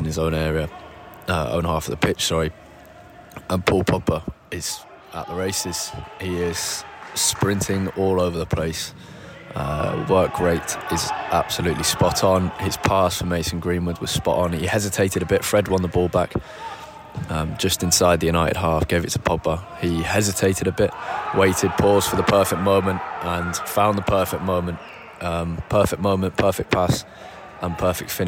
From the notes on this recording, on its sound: live from Old Trafford